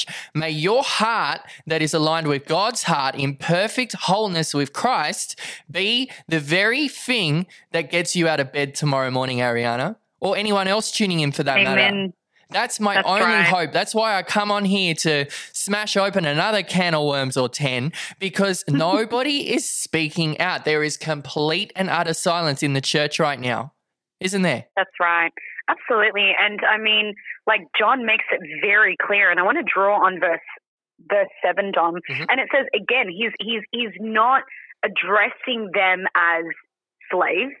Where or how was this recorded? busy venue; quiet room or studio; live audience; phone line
phone line